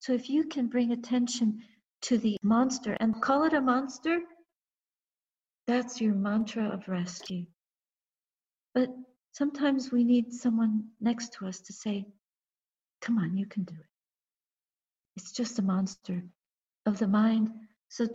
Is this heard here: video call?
yes